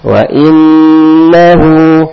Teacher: nun bertasdid tidak ditekan tapi berdengung dua harokat